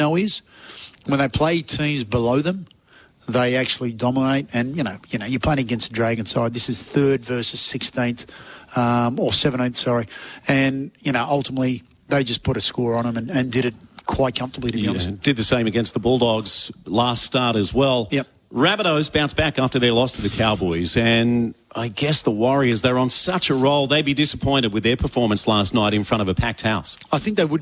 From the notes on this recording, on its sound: live from Shelly Beach lifesaving club